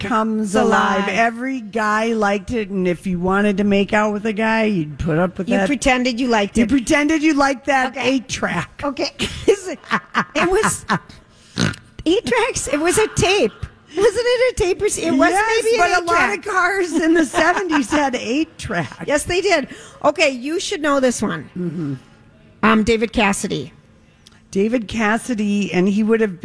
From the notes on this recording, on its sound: Live from Hammernicks flooring solutions for their final 2023 Santa Stop